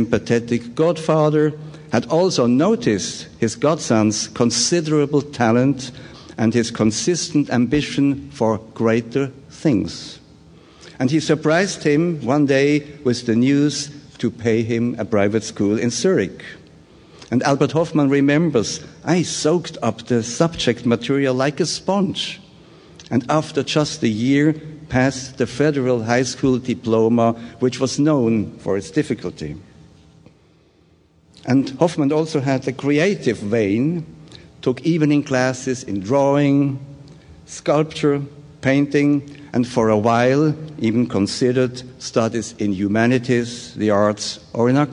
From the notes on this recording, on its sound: Taken from the 2013 Psychedelic Science conference.